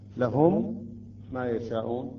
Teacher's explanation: عند الإدغام تصبح عندنا ميم واحدة ولكن مشددة · Term: ميم مشددة